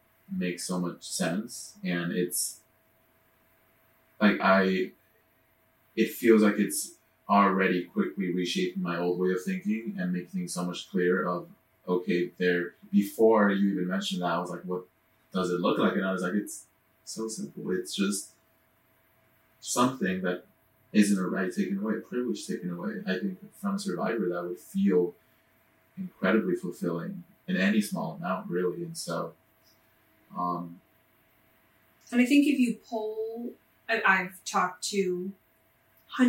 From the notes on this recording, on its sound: Unfortunately, the audio file for this episode got corrupted so we are forced to use our backup. Please excuse the poor audio quality. You will also notice we re-recorded certain parts to better reflect our feelings on the situation.